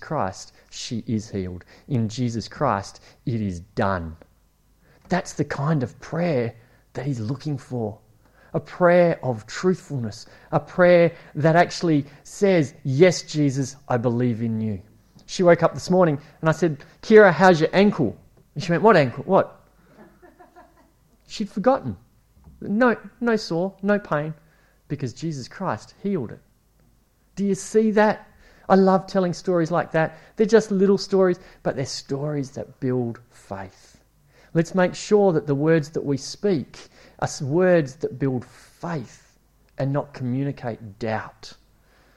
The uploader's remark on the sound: It was preached at Esperance Church of Christ